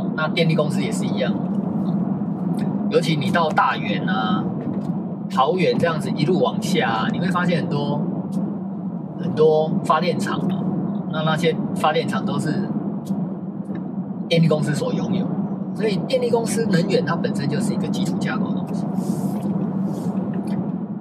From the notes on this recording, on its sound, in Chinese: 在車子行進中錄音的碎碎唸，歹勢......收音技術學習中。